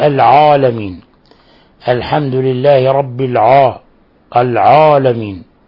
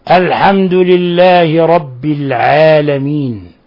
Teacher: هذا حرف مرقق، عين وراء ألف مرققة · Shown in: second take